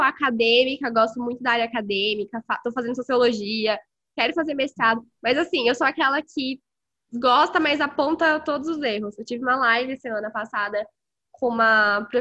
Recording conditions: video call